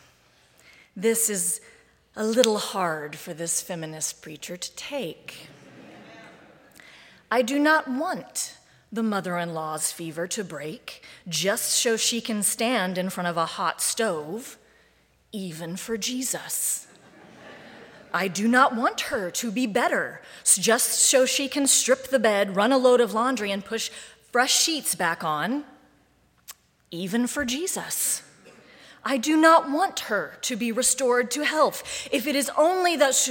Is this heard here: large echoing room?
yes